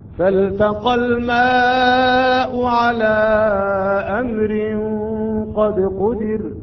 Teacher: فالتقى لا تضغم اللام بالتاء